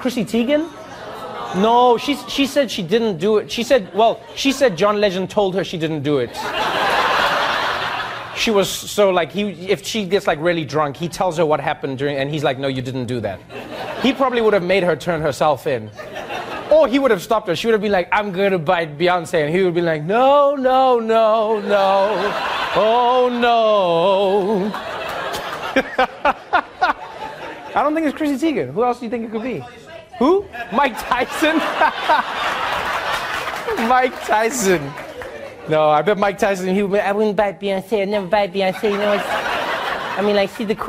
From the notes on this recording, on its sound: He calls on members of the audience to help him solve the mystery.